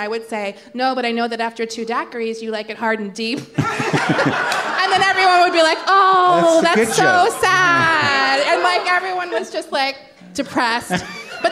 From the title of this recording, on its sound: Live From the LA Podfest